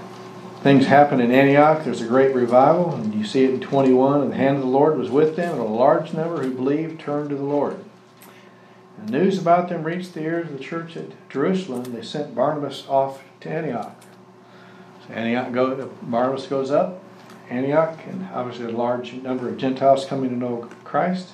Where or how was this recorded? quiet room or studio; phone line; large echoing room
large echoing room